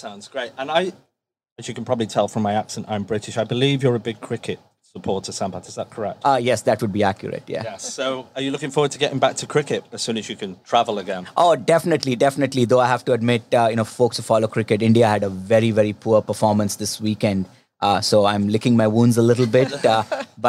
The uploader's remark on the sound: Recording straight from the Mobile World Congress in Los Angeles. First-ever, face-to-face edition of the podcast.